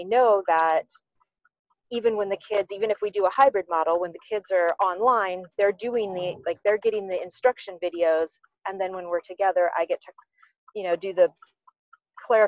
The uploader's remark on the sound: She and her family had decided that since they were all working remotely to take a little road trip. Talk to her as they were traveling but we do get to hear a little bit of her trip in the background.